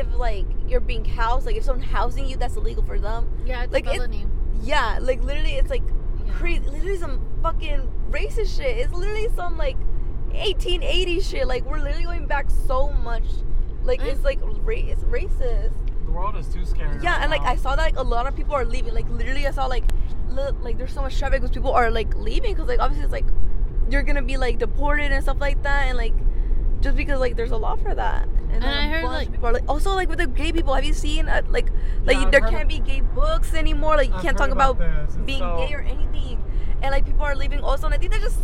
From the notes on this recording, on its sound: Road Trip Special! This week we film our journey while on the way to Charleston.